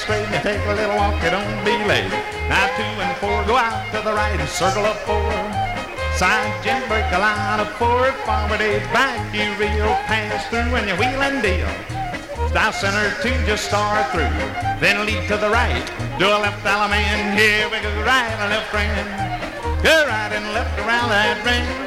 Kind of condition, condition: setting, busy venue